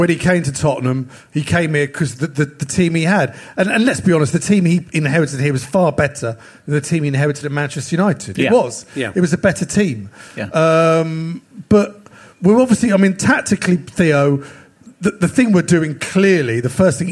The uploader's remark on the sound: LIVE from The 100 Club in Londons West end!